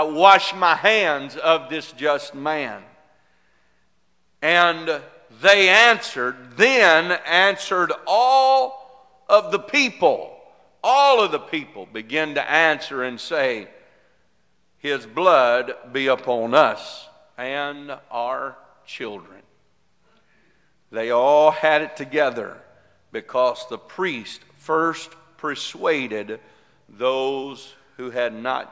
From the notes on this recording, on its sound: This message is broadcast live from Girst Pentecostal Church in Silsbee Texas